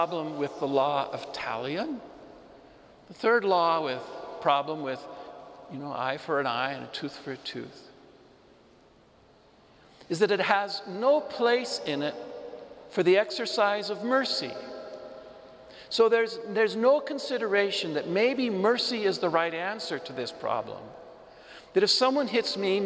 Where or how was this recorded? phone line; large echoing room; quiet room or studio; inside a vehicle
large echoing room